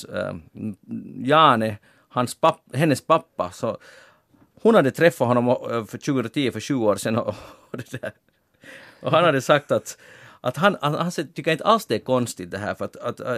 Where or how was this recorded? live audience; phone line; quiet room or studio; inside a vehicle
quiet room or studio